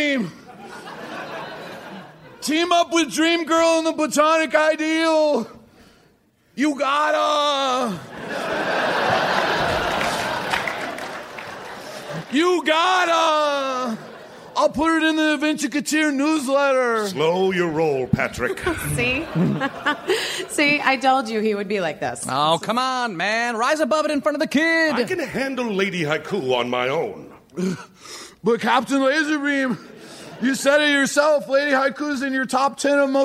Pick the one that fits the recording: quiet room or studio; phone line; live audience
live audience